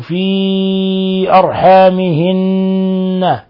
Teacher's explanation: مد منفصل لانفصال الهمزة عن حرف المد في كلمة أخرى. أرحامهن، نون مشددة تغن مقدار حركتين، تقدم نظيره كثيرا.